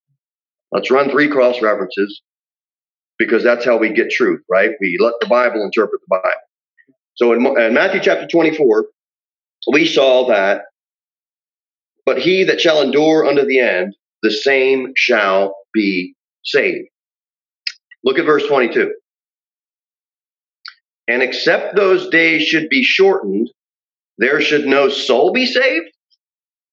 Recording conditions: large echoing room